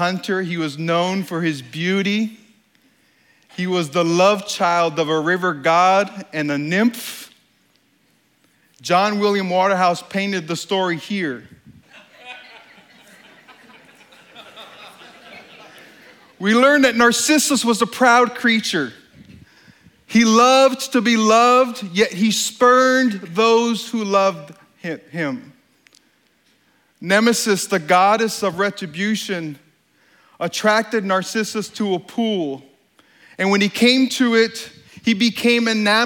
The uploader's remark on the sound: During this talk at STORY 2016. This talk was given on stage at the Country Music Hall of Fame in Nashville, TN.